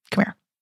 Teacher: There's a way to say come here that's like come here. Technically speaking, we drop the H. Maybe it goes into vocal fry.